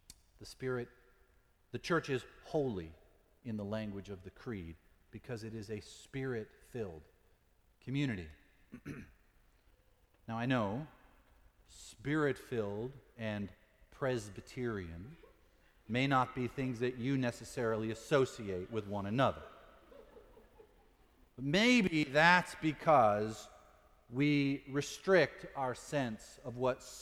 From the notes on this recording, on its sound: Sermon preached at Fourth Presbyterian Church for Pentecost, 2018, also Confirmation Sunday.